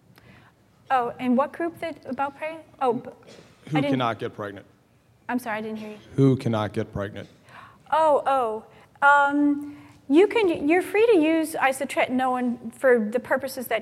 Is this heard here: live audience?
yes